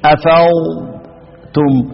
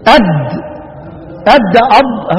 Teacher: تبص تلاقي اللسان يمشي يتم الاطباق على الاضراس ويرتفع اللسان تحت مخرج اللام · Shown in: first take · Term: ضاد